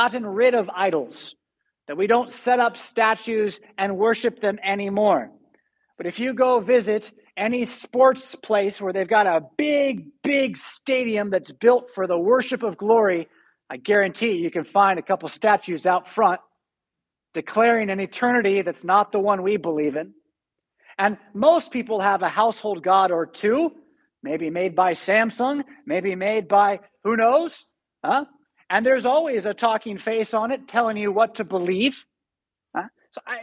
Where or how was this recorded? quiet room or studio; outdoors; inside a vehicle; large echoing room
large echoing room